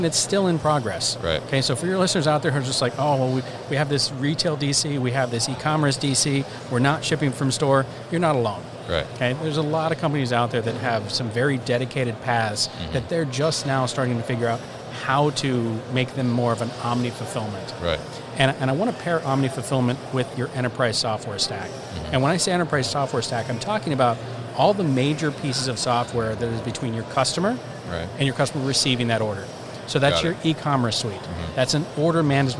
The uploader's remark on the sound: ProShip at MODEX 2020